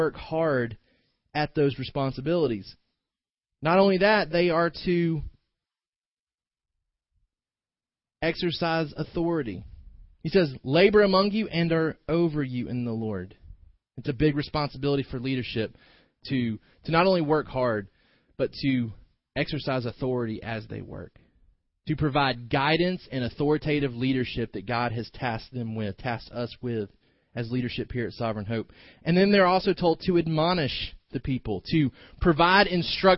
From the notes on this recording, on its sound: delivered this morning's sermon